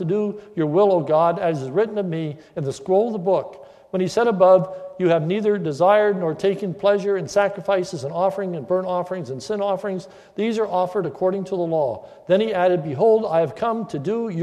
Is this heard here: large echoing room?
yes